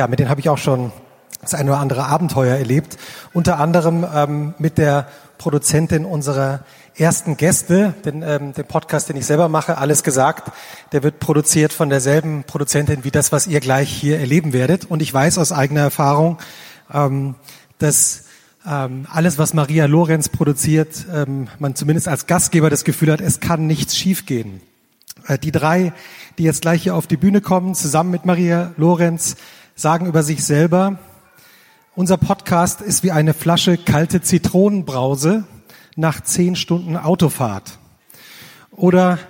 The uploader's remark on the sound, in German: 2018 zu Gast beim Mit Vergnügen Podcast Festival in Berlin.